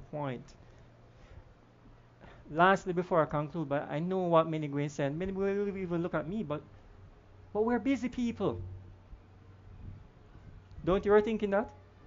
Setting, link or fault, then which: setting, large echoing room